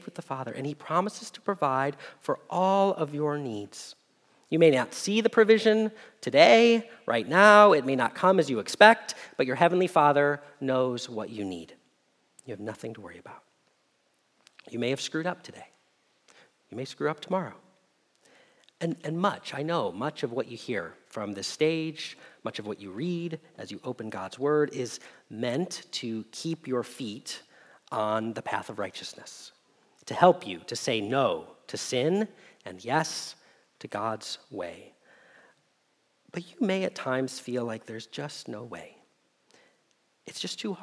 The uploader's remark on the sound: Message Preached at Valley Creek Church